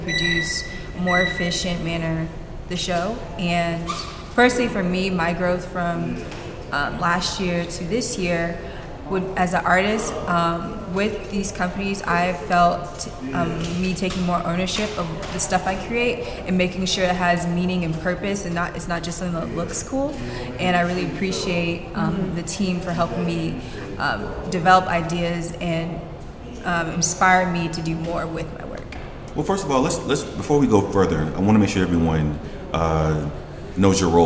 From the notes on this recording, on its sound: Recorded live at Gallery 72. This conversation is presented in collaboration with the Atlanta Mayor’s Office of Cultural Affairs.